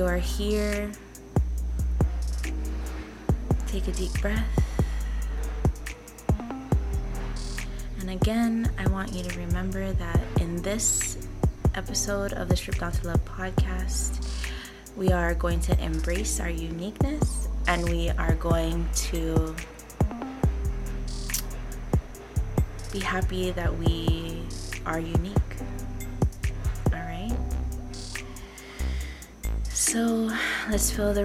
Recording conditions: sounds in the background